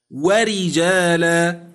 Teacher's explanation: راء مكسورة أيضا ووقعت أول الكلمة وبعدها مستفل وهو الجيم ترقق